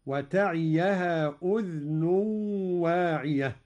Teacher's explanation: قرأ قالون بإسكان الذال على التخفيف